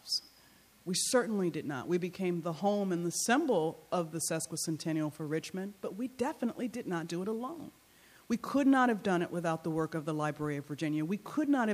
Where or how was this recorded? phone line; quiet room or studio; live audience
live audience